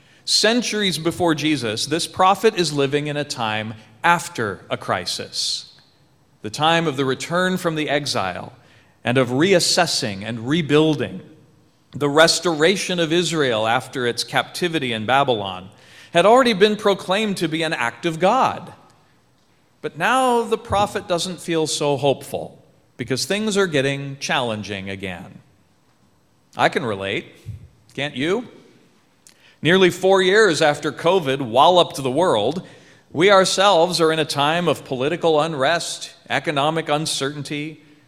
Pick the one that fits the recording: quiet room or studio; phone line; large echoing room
large echoing room